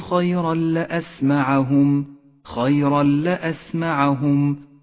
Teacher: التنوين وبعده حرف اللام، نسقط التنوين من اللفظ ونشدد حرف اللام الذي بعده · Term: الإدغام بلا غنة